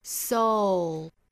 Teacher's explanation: 词就是 soul 这个词， S-O-U-L 这个词要注意结尾的舌侧音发音 soul, 舌尖去抵上齿龈发这个 l 的发音